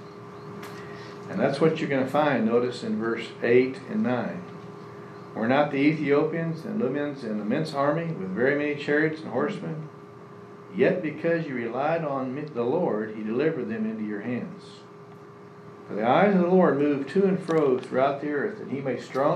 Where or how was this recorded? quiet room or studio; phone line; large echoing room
large echoing room